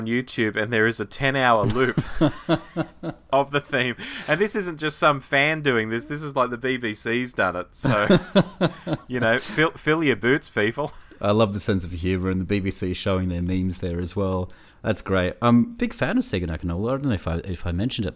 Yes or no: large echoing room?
no